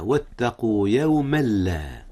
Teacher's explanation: وهو إدغام بدون غنة، حيث أدغم التنوين في اللام، واللام ليس من حروف الغنة.